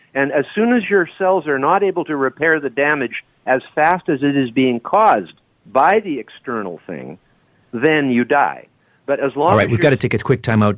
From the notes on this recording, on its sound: Open Phones.